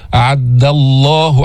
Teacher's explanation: أعد الله، ما تفخم الدال، بعضهم يقول أعد الله ضا أو يفخمها أو يأتي بها قريبة من الضاد. أعد الله دال مستفلة منفتحة، ما فيها استعلاء، ما فيها تفخيم، ما فيها إطباق